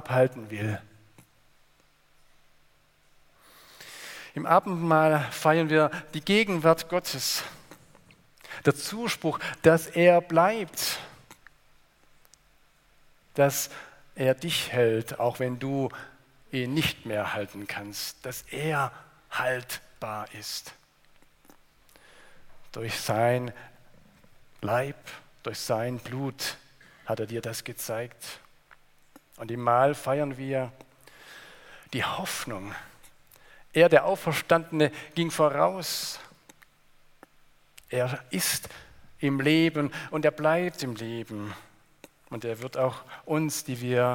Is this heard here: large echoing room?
yes